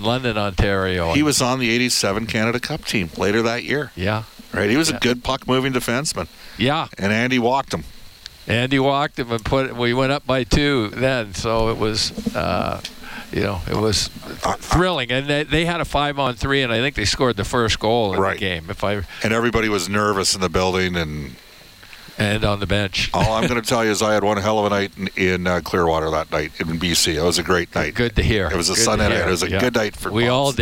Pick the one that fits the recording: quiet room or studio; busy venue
busy venue